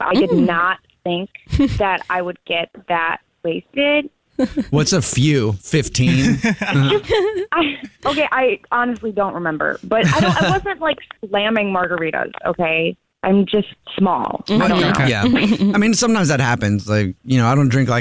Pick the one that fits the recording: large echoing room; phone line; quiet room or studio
phone line